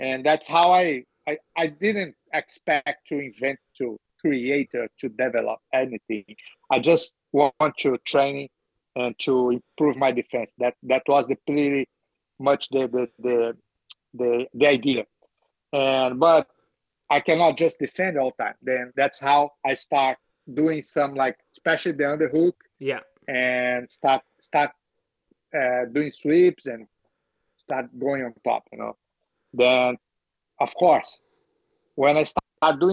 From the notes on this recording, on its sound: Apologies for the undesirable audio, we had small issues that wont happen again!